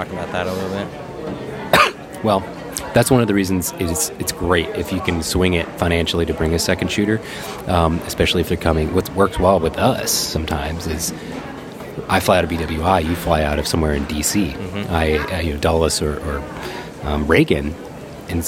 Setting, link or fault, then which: setting, busy venue